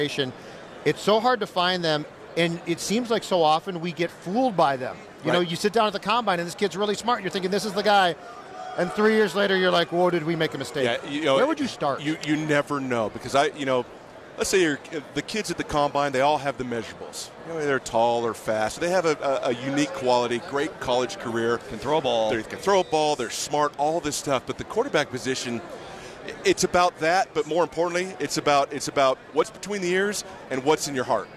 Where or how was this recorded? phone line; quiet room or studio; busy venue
busy venue